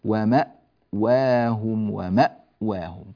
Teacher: والكلمات المشتقة من الإيواء لابد فيها من ماذا؟ لابد فيها من تحقيق الهمزة، فنقول ومأواهم ومأواهم.